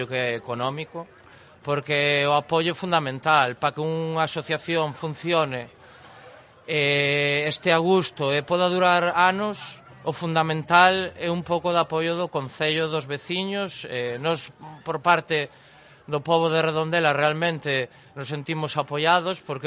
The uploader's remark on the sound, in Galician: Desde a Praza da Chousa (Combarro &#8211; Poio). Programa especial no Armadiña Rock 2020. Desde a Praza da Chousa (Combarro – Poio).